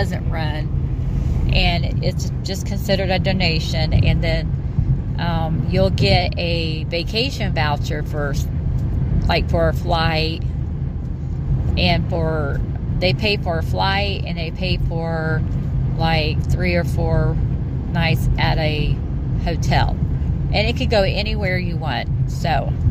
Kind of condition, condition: setting, inside a vehicle